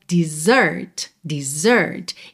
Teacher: A sílaba tônica é a segunda